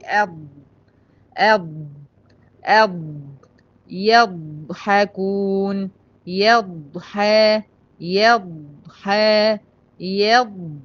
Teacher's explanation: هي في الضاد بتحسي بالذبذبه دي ماليه الفم بتاعك كله